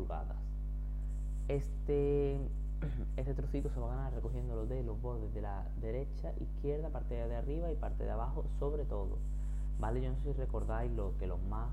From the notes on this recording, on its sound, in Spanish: Perdonad que el sonido no sea el mejor. Mi micro está roto y hoy he tenido que grabar con otro.